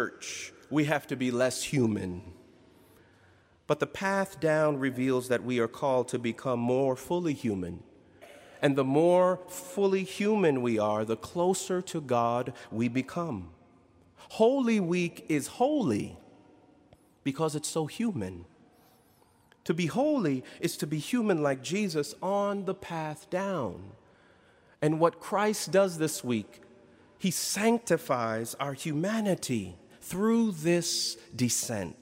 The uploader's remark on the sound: in Duke Chapel on April 14, 2019